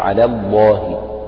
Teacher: لام على مرققة ولام لفظ الجلالة هنا مفخمة لأنها سبقت بفتح